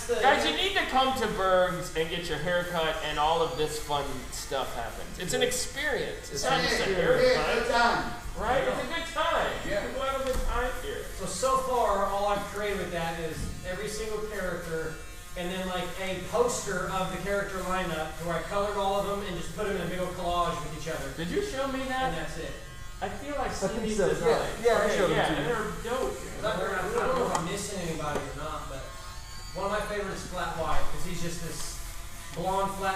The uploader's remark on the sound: we record from Burg's Hair Parlour